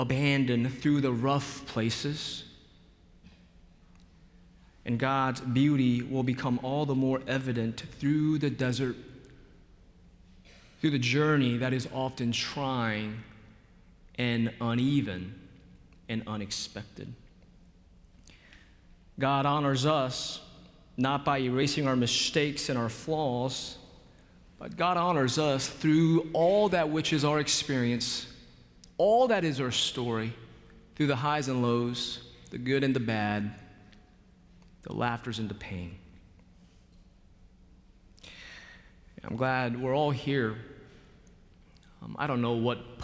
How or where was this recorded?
large echoing room